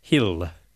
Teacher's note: But in Irish English, and you still find remnants of this in Newfoundland today, you have what's called a light L, and so that is articulated towards the front of our mouths